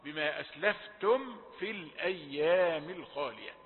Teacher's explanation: الميم دي سكنة هيجي بعدها فاء، يبقى واجب ننتبه إلى الإظهار، إظهار موصى عليه، بما أسلفتم في الأيام الخالية، اوعى تحرك الميم أو تديها شيء من الغنة أو أي شيء، هي مظهرة